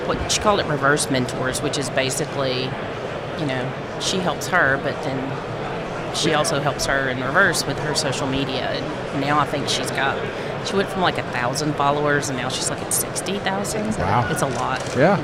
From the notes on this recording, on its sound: Live from FiberConnect 2019.